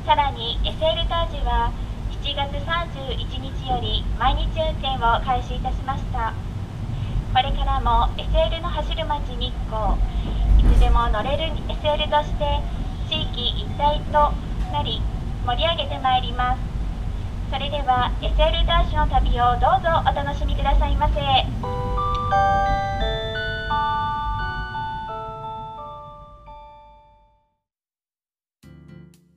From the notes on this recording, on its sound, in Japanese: SL大樹 鬼怒川温泉への旅（車内編）。計5台のレコーダーで収録した音源をミックスした音源です。スピーカー越しのアナウンス音と車内・外の効果音の混ぜ合わせの妙をお楽しみください。